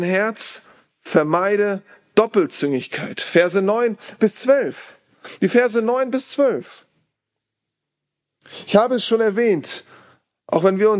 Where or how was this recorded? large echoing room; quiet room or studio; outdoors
large echoing room